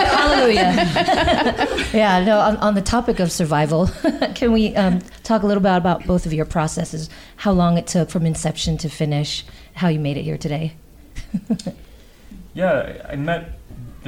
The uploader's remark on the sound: We thought we'd share a conversation we had back at the Sundance Film Festival with a few folks from SF Film.